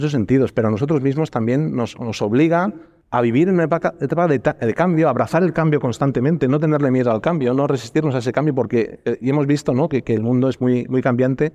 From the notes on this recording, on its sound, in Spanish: hemos grabado nuestro episodio 12+1 desde la Caja Mágica en Madrid